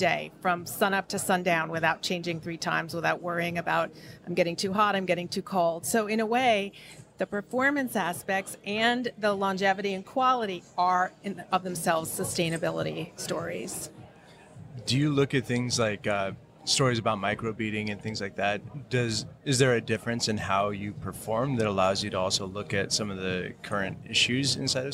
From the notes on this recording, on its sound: on location at TexWorld USA in New York